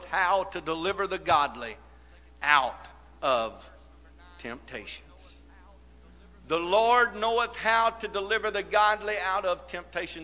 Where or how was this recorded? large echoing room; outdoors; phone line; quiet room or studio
large echoing room